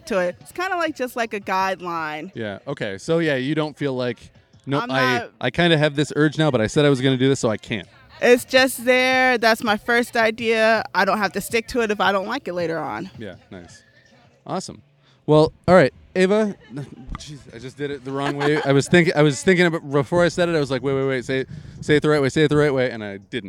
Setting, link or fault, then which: setting, outdoors